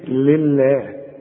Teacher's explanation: واللام مرققة دائما، ها وتكون اكثر رقة اذا كانت مكسورة